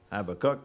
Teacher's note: The Hebrew would have always emphasized the last syllable, so Habakkuk, I suppose, is how he might have pronounced it.